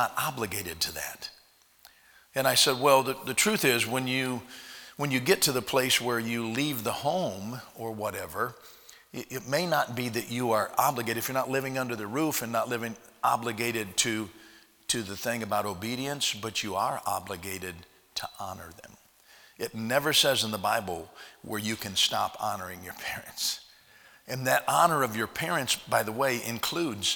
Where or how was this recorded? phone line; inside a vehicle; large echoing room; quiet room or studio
large echoing room